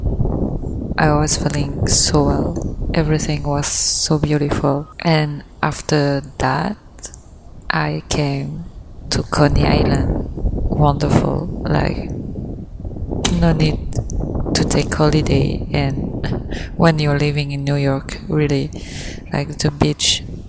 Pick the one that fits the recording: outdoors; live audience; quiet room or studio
outdoors